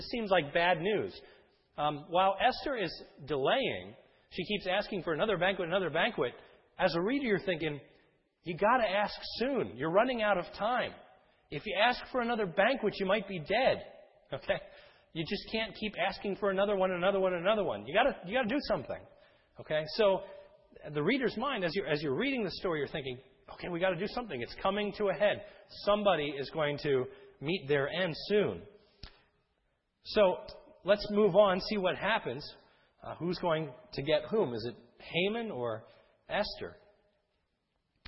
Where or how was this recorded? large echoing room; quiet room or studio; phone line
large echoing room